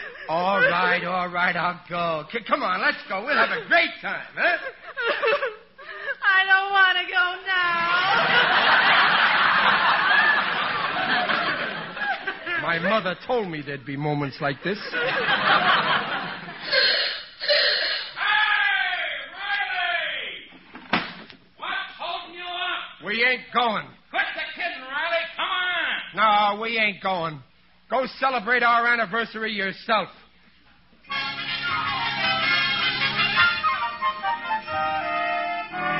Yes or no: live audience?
yes